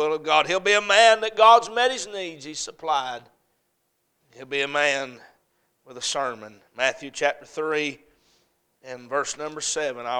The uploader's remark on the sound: A Message preached at Crossroads Baptist Church on Wednesday Evening